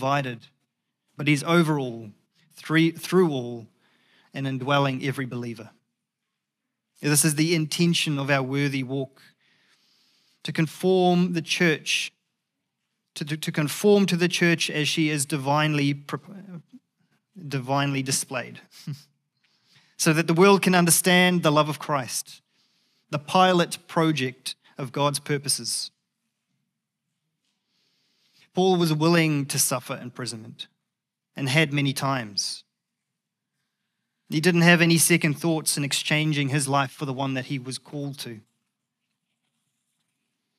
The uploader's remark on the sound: Recorded at the Hukanui Bible Church morning service on Sunday the 20th of August 2023 during the 10:00 am service.